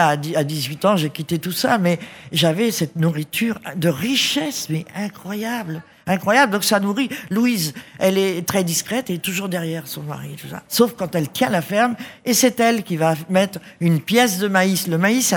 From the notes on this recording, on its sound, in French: En direct du salon du livre dimanche 2 octobre 2022. Était sur les radios de la FRAMA en direct du salon du livre.